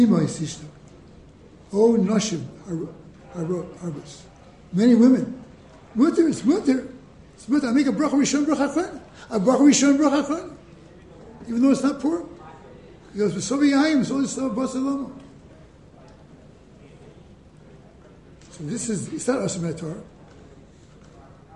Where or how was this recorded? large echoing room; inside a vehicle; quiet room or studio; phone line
large echoing room